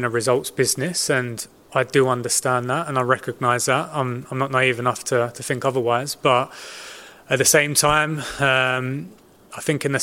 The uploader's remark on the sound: PRESS CONFERENCE